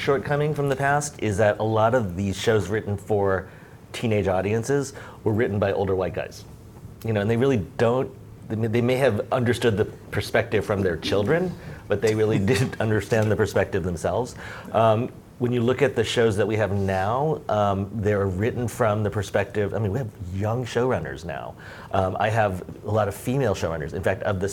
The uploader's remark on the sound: This episode is adapted from the Storytelling for Gen Z and Gen Alpha panel at the Authentic and Inclusive Representation Summit that took place in October 2021.